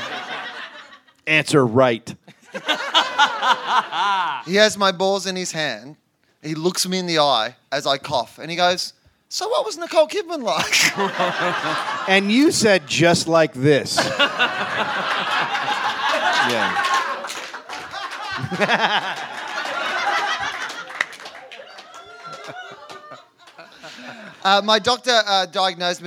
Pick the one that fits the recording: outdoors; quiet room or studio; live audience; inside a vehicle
live audience